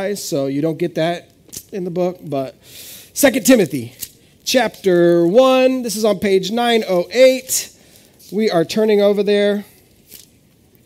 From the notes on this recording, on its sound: This is audio ripped from the Live Service video.